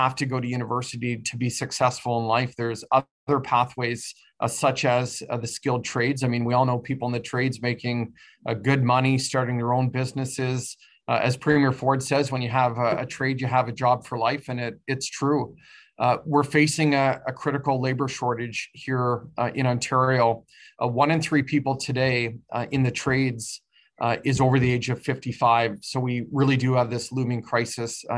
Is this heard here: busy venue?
no